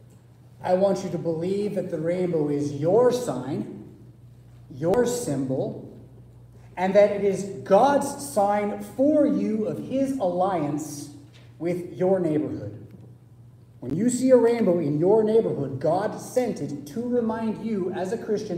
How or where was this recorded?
large echoing room